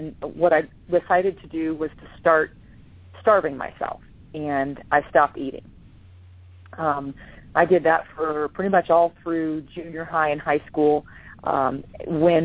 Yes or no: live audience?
no